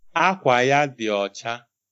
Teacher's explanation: So I think I'm hearing high low for Akwa. Excellent. That's correct.